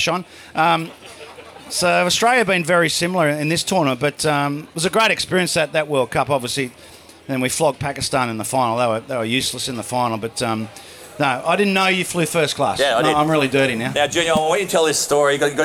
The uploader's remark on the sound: A recording of our recent live event. At the new Rooftop Bar in the iconic Jacksons On George.